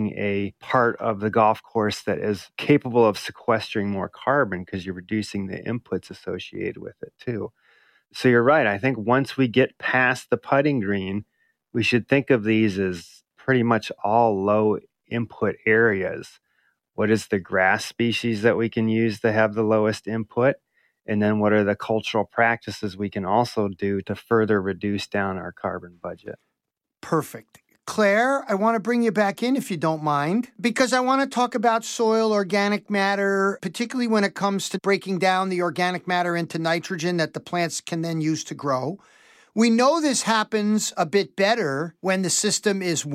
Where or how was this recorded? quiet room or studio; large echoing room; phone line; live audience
quiet room or studio